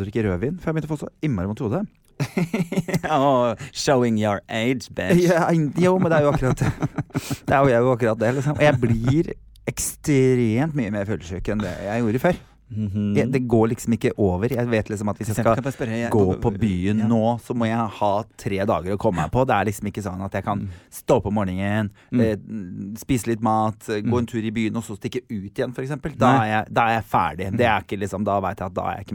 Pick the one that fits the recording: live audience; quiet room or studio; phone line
quiet room or studio